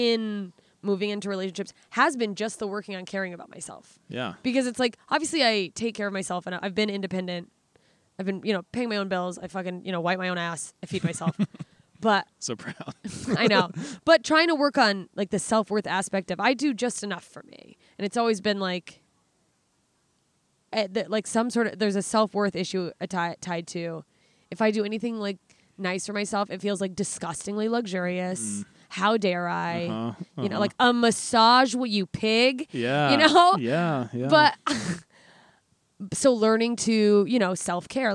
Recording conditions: outdoors